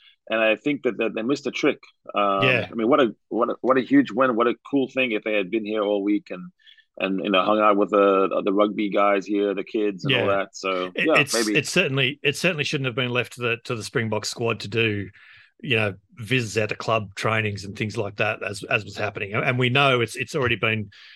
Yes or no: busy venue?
no